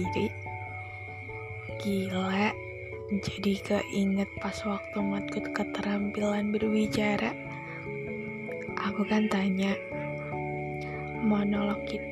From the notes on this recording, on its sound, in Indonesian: Maafin kalo ada suara yang lain yang masuk